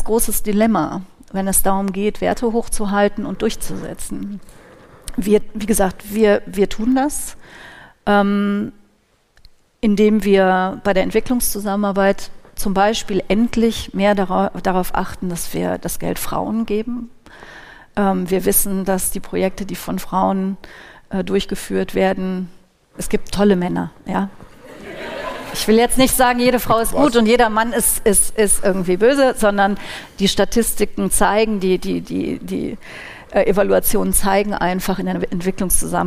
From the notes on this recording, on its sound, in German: Live-Podcast aus Aachen. Hat Misereor zum öffentlichen Live-Podcast „Mit Menschen“ in die Aula der Aachener Domsingschule eingeladen.